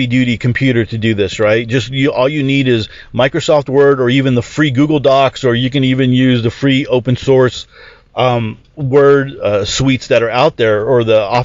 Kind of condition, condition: setting, inside a vehicle